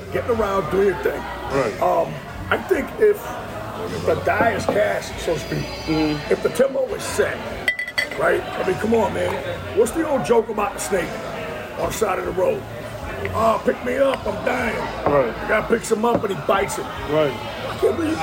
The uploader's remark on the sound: LIVE From The LOON. Are LIVE at The Loon every Monday at 7:00pm CST.